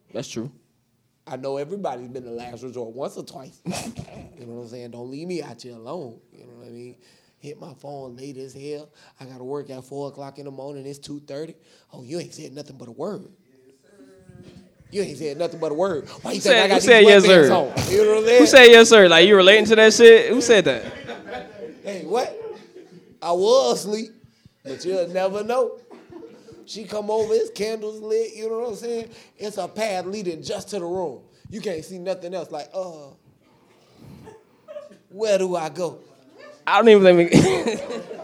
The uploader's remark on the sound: RAOP 5TH ANNIVERSARY LIVE PODCAST. We live once again at FilmGate Miami.